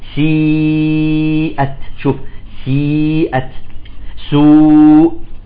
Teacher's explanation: نقول مخرج الواو والياء المادية تخرج من الجوف